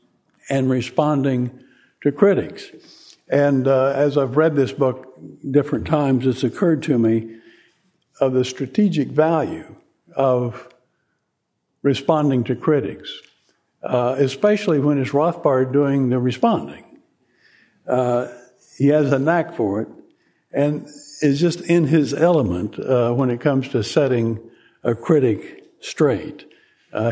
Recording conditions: large echoing room